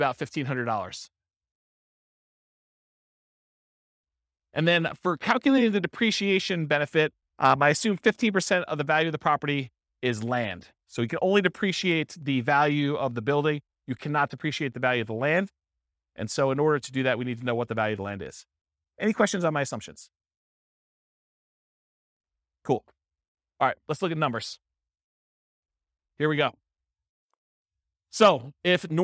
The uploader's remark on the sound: This was a live class recorded